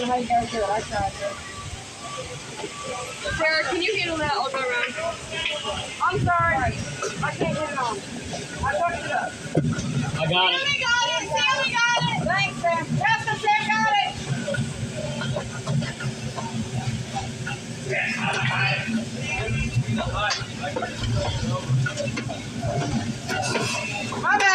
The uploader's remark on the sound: Asmr at a car door factory. May include some conversations. We put the phone in the machines to record the pallets going past and the screw guns. We talked so there may be conversations.